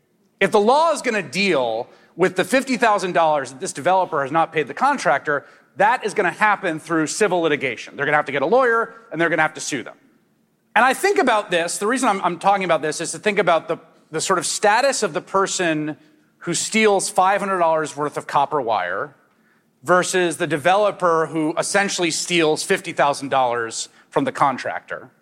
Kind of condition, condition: setting, live audience